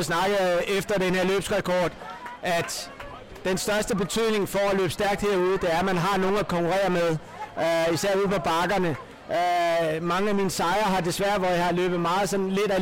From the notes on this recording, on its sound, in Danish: Historisk dag i Dyrehaven - Live reportage fra Eremitageløbet.